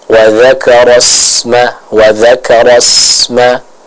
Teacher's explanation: Huruf sin yang sukun harus kita baca dengan tipis dan suara yang mengalir dengan tajam.